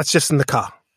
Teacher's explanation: he wasn't rounding off the R in the word car, as you'd expect as an American person, right.